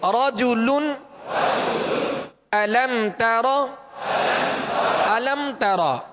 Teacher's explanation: اظہار شفوی ہے یہاں غنہ نہیں کریں گے